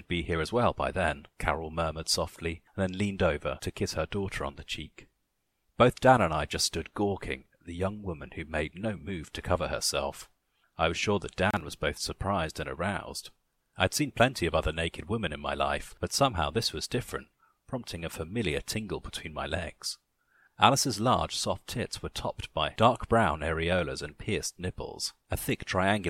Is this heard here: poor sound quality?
no